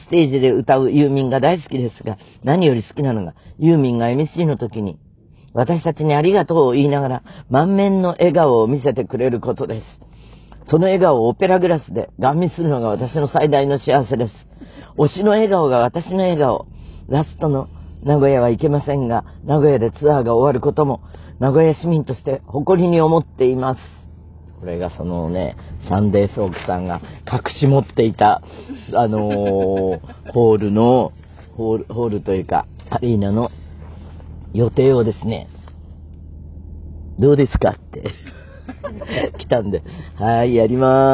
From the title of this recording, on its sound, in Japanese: 車の中からコニャニャチワ！だがしかし、車は走っていないようです